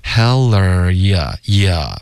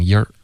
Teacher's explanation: 你的 ya 的音要注意，不要不知不觉导致儿化音 · Shown in: first take